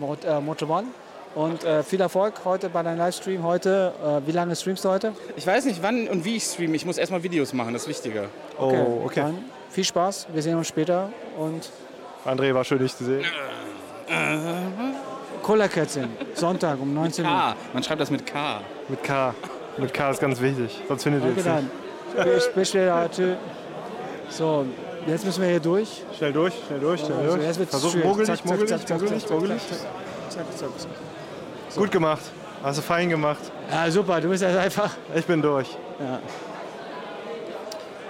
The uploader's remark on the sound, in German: Gamescom wieder in Real Life und allgemeine Eindrücke über die Messe. In der heutigen Special Podcastfolge sind wir "Live" auf der Gamescom in Köln.